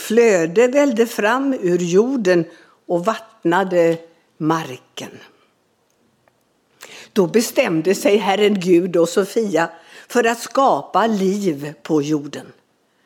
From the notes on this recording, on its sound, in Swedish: Inspelad under gudstjänst i Equmeniakyrkan Väte